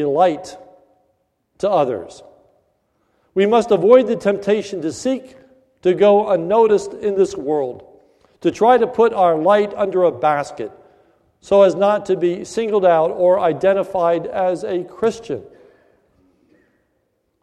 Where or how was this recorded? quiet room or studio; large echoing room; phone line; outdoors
large echoing room